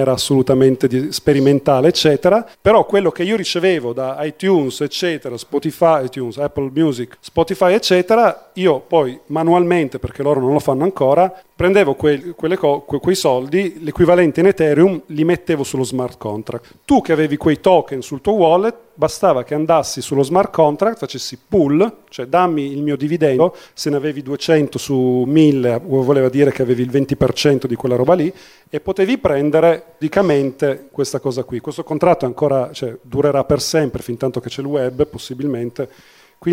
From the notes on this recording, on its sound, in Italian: Il tutto realizzato dal vivo da Linecheck 2021. Q & A live a Linecheck.